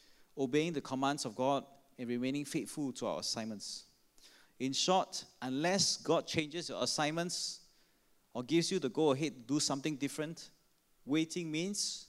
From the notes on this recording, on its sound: Sermon preached on 15 May 2016 at our 5pm Traditional Worship Service (BB Enrolment Service).